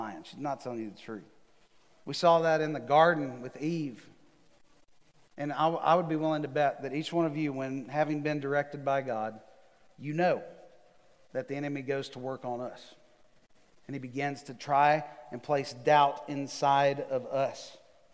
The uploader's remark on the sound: Recorded live on December 6, 2020 at The Fellowship at Mt Juliet.